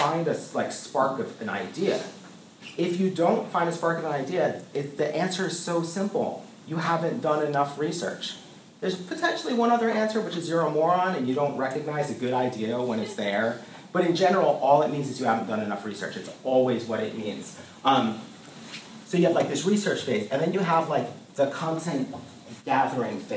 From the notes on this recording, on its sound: Recorded in Ideation + Process class at Minneapolis College of Art & Design, July 2015.